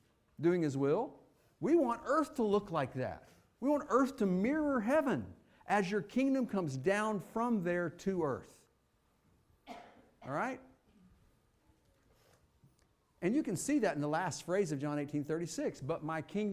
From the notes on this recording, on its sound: Fuquay-Varina church of Christ sermon audio from Sunday, December 31, 2023.